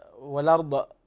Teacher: فخم الضاد وسكنها بلا قلقلة